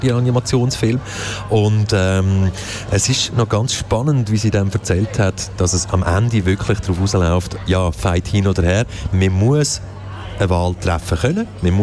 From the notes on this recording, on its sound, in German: Festivalausgabe live aus dem Merkerareal in Baden.